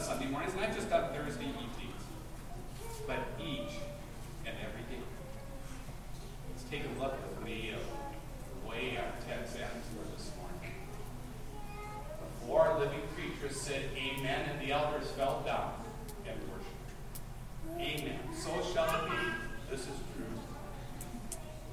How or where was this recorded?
large echoing room